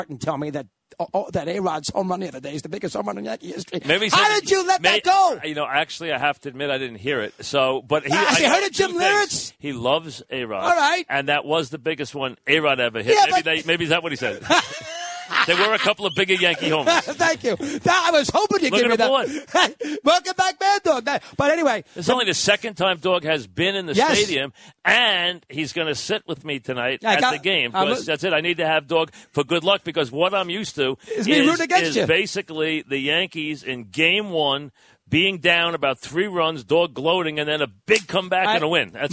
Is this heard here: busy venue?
yes